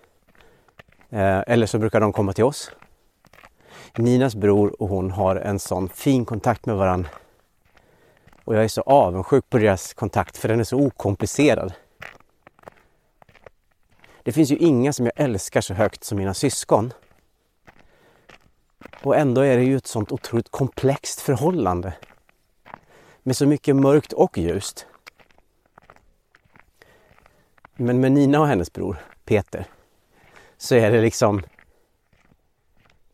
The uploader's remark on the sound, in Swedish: det knastrande ljudet från hans steg på snön